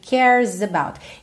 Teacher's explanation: O E do cares não é pronunciado. Então, você vai dar a língua enrolada do R, cares, pro S direto